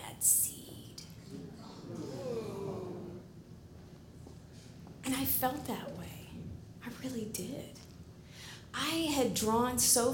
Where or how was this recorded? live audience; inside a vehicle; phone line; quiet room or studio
live audience